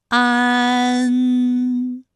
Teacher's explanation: 对照，再来看一看它们的发音要领。首先，安发音的时候呢，起点元音是前低不圆唇元音啊，舌尖抵住下齿背，舌位降到最低，软腭上升，关闭鼻腔通路啊。那我们从前啊开始，舌面升高，舌面的前部抵住硬腭的前部，当两者将要接触的时候，软腭下降，打开鼻腔通路，紧接着舌面前部与硬腭的前部闭合，使在口腔受到阻碍的气流从鼻腔里透出，口型由开到合，舌位移动比较大